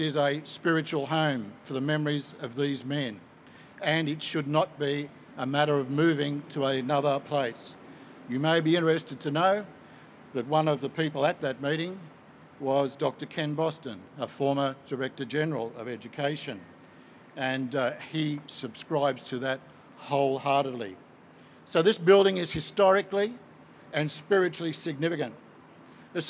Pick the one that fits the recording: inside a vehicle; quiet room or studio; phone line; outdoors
outdoors